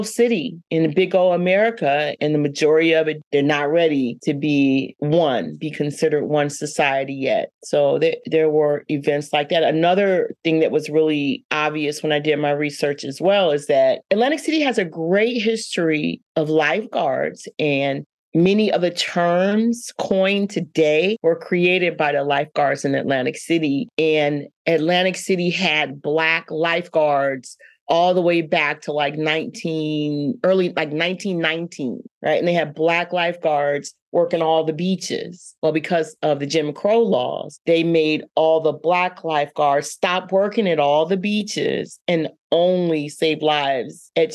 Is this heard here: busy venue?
no